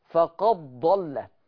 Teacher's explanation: اوعوا حد ينطق الدال، الدال خلاص اضغمت دخلت في الضاد